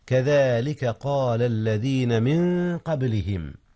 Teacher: هنا إخفاء يا أستاذنا. نعم، أخفي نون في من قبل القاف، والقاف من أحرف الإخفاء